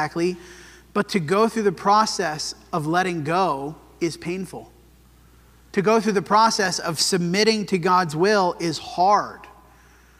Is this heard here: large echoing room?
yes